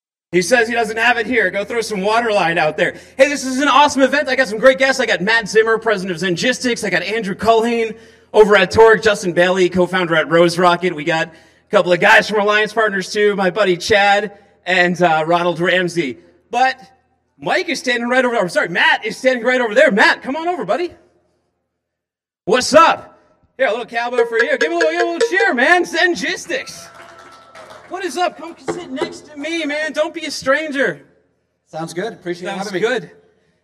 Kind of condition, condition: setting, busy venue